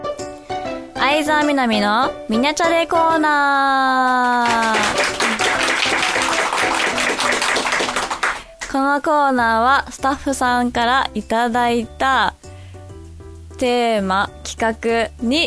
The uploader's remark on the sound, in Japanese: 2周年記念オフ会＆公開収録